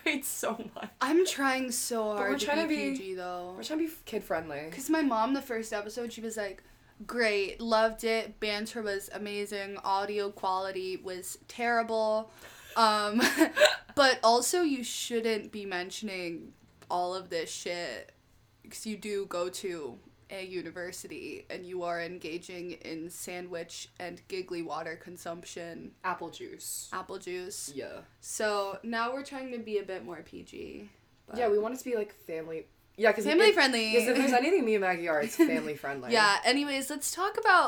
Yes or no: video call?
no